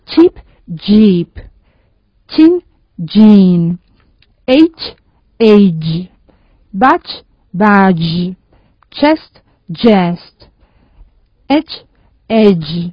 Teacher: la única diferencia es la sonoridad